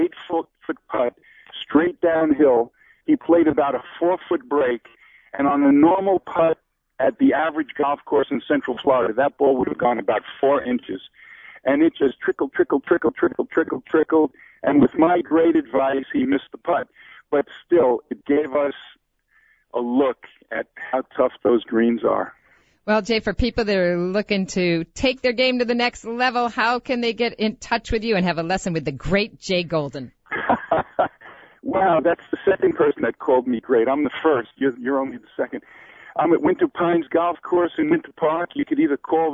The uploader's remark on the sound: called in to wrap up the show